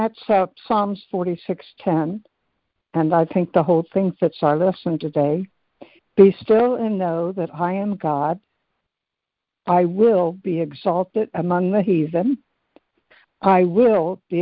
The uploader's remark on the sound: ACIM Daily Conference Call